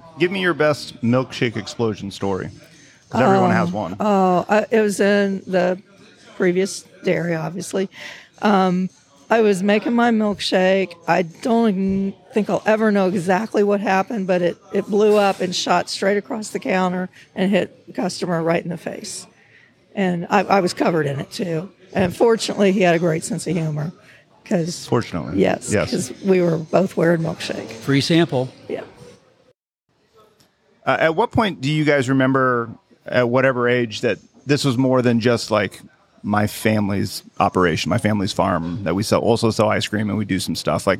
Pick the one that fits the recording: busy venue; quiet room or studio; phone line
busy venue